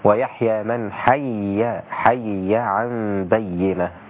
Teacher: قرأها بياءين كلمة حي الياء الأولى مكسورة والثانية مفتوحة، فيصير النطق بها هكذا: ويحيى من حي حي عن بينة.